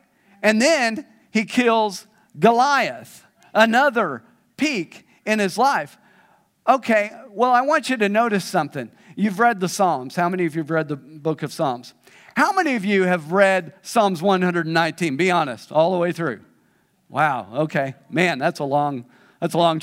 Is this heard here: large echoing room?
yes